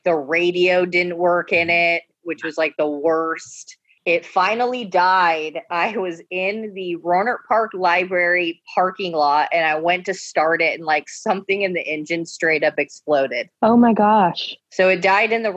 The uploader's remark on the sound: The gang is all back on Zoom!